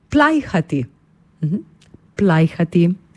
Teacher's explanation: Ko jo izgovorimo, poudarimo prvi samoglasnik A